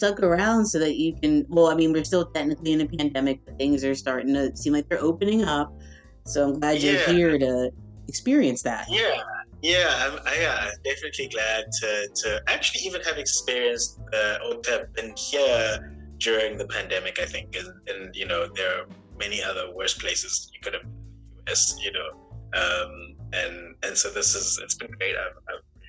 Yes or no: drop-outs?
yes